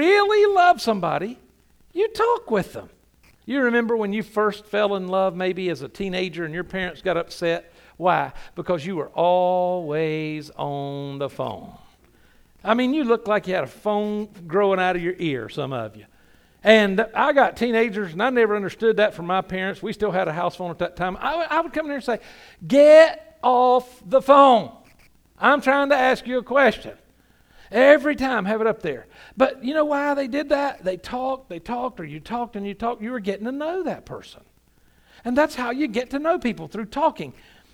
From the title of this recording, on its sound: Sunday Morning – 11am Service